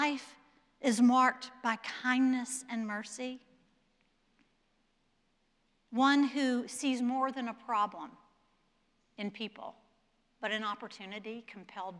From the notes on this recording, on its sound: Presented by Asbury Seminary Kentucky Chapel. At Asbury Theological Seminary's Kentucky campus.